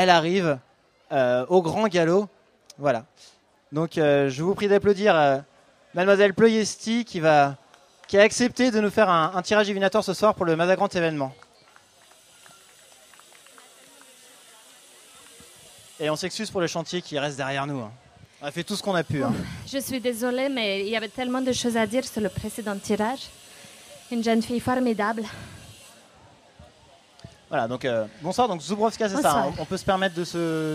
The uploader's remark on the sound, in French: Enregistrée en direct et en public sur la troisième édition du festival Maza'Grand Événement.